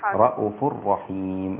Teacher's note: عند اصول شعبة كلمة رؤوف بيقراها ازاي؟ بيحذف الواو تبقى رؤوف